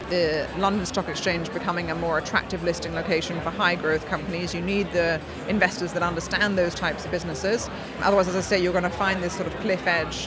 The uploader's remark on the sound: Recorded at Fintech Talents. The event took place at The Brewery, London in November where we recorded a series of interviews from Andaria's booth with a number of the speakers and attendees.